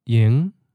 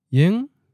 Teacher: And the second syllable, hm, is a high-flat first tone. So again, they merge to ing as a mid-rising ninth tone · Shown in: second take · So contrast this with the fifth tone, low-rising, ying, meaning idle, free, not busy.